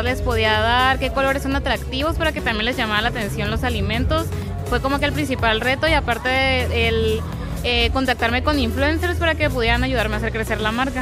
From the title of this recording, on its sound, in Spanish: Recorriendo la Kermés del Paceño Showroom │ Aire Libre